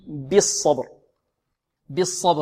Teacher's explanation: والصاد ماذا؟ مفخمة، والباء مقلقلة